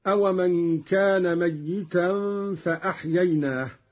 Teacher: قرأ قالون بتشديد الياء هكذا